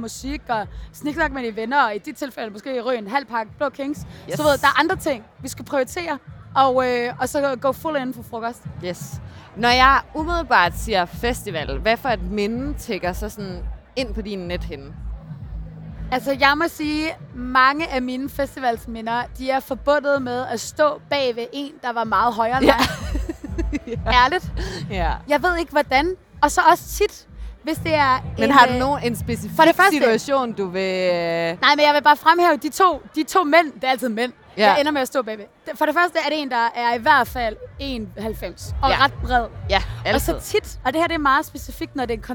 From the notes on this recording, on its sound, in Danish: Talt med glade festivalgæster.